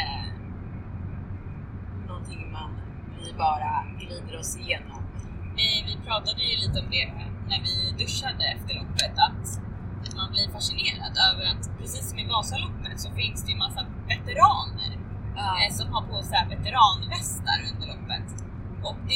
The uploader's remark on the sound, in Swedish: OBS ljudkvaliteten är lite sämre än vanligt på grund av bakgrundsljud, främst från bilen.